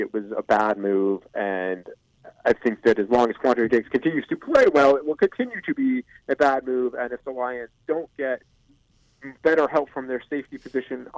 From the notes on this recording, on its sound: Joined on the phone by ESPN Detroit Lions reporter. Checks in with the guys from the NFL combine.